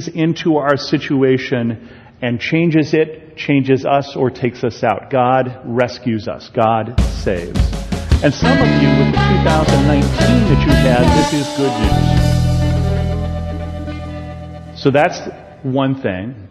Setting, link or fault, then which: setting, large echoing room